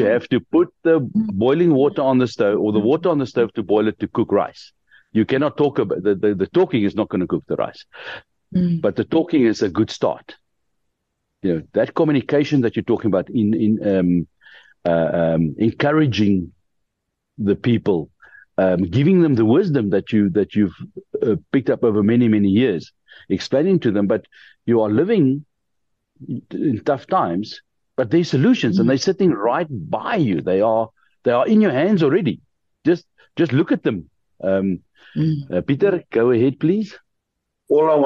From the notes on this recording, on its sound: The Transformation Table Zoom Meeting 8 Feb 2024